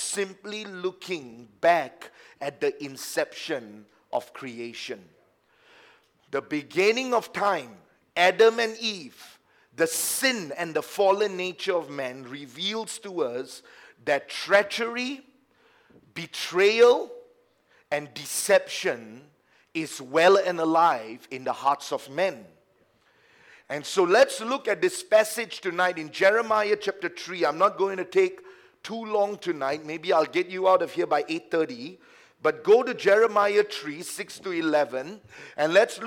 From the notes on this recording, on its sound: A message preached during our Sunday evening service